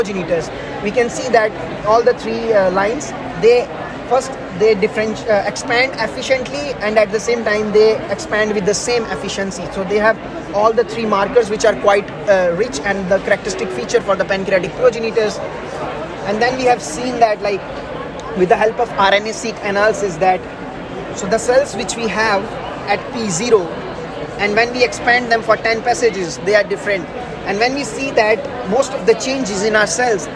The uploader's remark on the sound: recorded during the Day 1 Poster session at Islet Study Group 2023